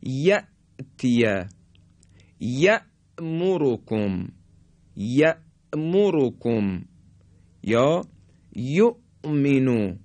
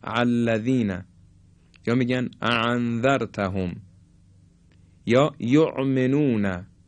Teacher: حرف همزه اولا خیلی سنگین ادا بشه، شبیه به عین هم نشه · Shown in: first take